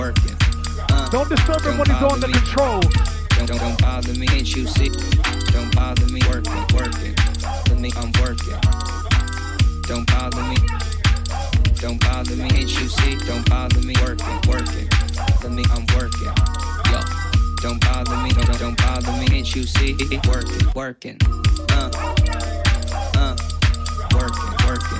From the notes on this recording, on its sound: Recorded on February 20th 2020 inside H0L0 in Brooklyn NY for the second edition of That Shit Slap!